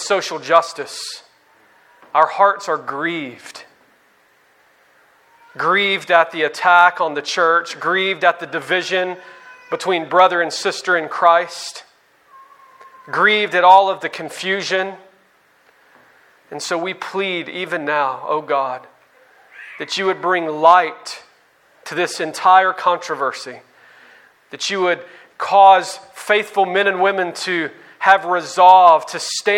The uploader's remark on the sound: on May 15, 2019 at the Founders “The Gospel and Justice“ National conference in Louisville, Kentucky.